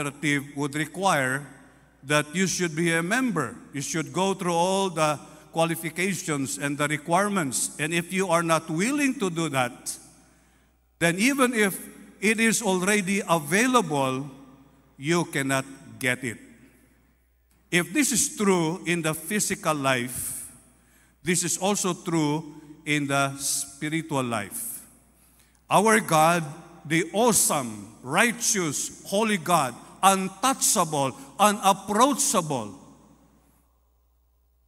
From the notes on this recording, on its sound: This podcast was recorded live last March 19, 2023 at Zamboanga City Alliance Evangelical Church.